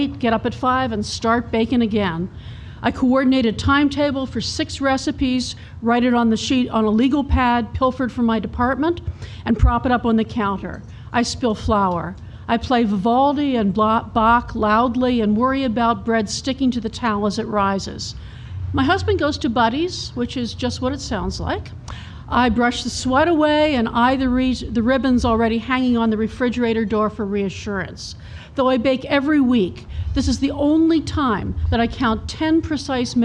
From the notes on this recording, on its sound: take questions at The Modern Hotel's Campfire Stories, June 13, 2016, recorded by Radio Boise